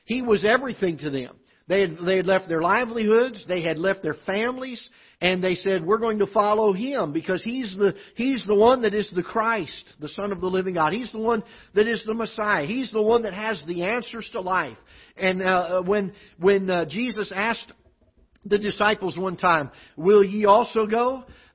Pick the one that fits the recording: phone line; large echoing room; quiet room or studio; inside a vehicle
large echoing room